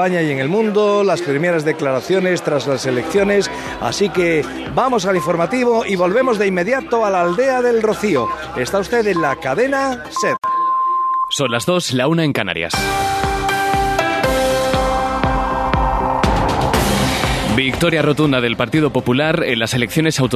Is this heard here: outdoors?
yes